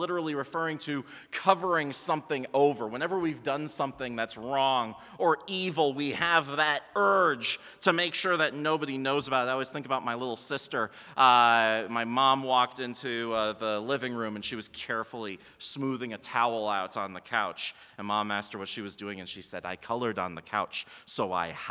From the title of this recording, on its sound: Sermon from BLC Chapel - February 25, 2020